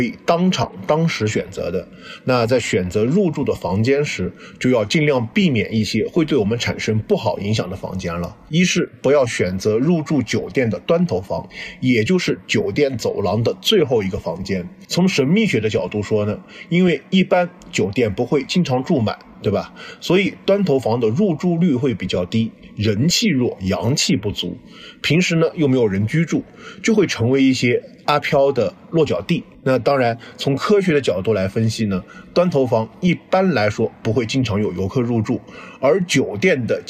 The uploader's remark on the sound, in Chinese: 因为时间很仓促，是在外面大马路上迎着车来车往录制的，所以底噪特别大，请各位小伙伴们谅解，音质虽然差强人意。